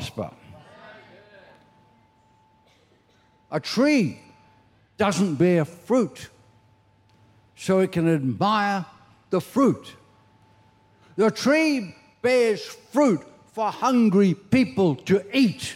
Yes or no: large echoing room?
yes